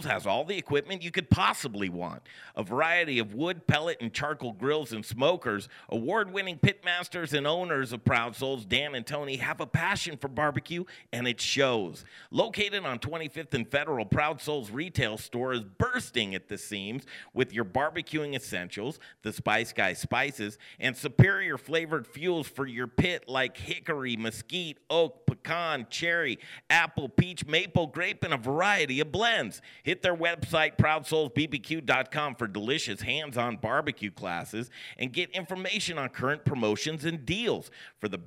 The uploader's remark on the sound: Colorado Beer Week! Briar Common Brewery and Eatery play host to Dedication Tattoo, and The Modern Eater Show for this live broadcast!